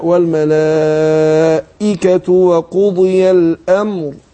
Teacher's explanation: خدت بالك من تحقيق الهمزة وبيان الكسر اللي فيه